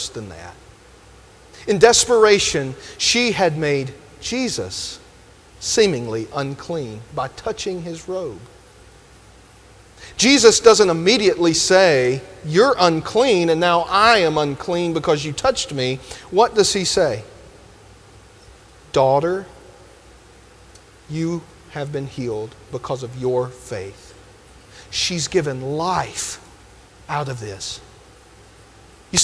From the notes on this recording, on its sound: delivered this sermon at Grenada First UMC